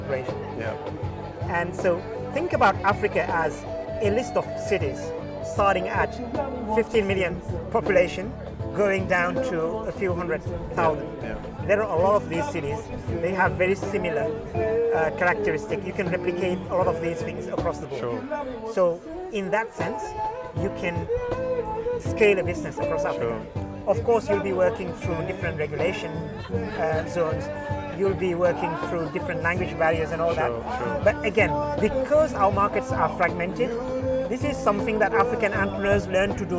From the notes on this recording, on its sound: Was recorded at the AfricArena West African Summit in June 2021, held at The Raddison Sea Plaza hotel in Dakar. Throughout the conference, I chatted to as many stakeholders as possible.